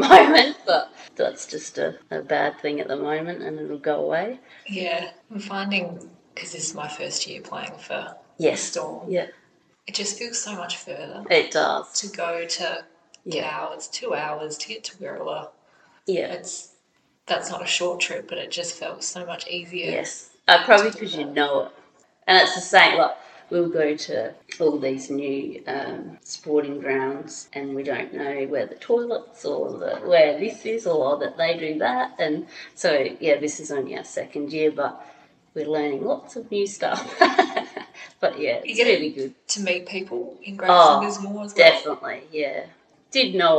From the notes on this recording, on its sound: There's a little echo in this one, so please bear with us